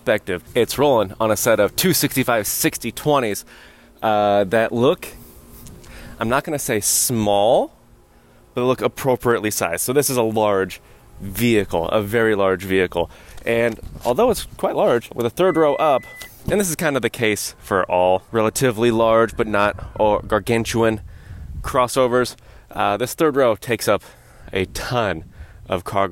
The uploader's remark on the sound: taking you along on a live drive review